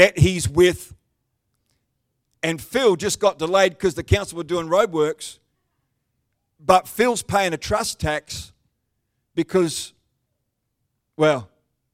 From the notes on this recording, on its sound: The live stream of Destiny Church Atherton.